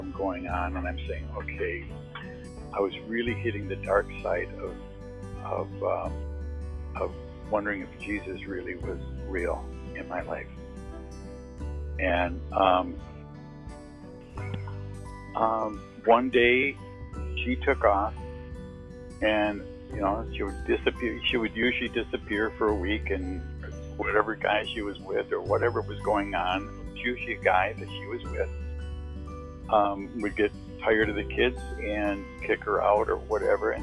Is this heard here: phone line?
yes